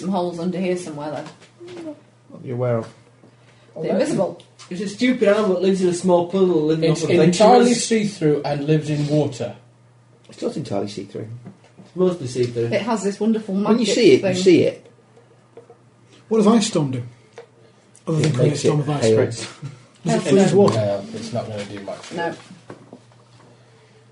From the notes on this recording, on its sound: Recorders go crazy again but thankfully paranoia means that the game is not lost.